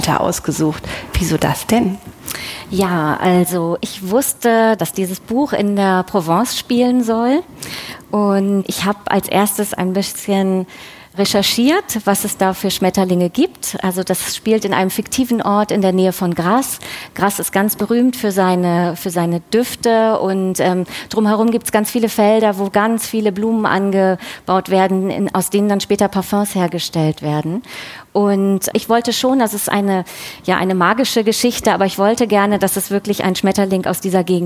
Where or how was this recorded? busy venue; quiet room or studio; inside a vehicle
busy venue